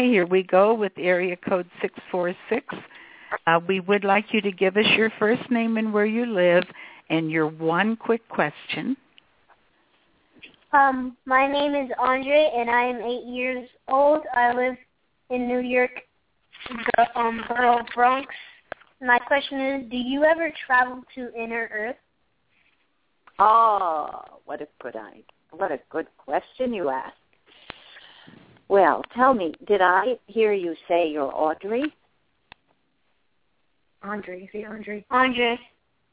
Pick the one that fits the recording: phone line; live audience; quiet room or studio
phone line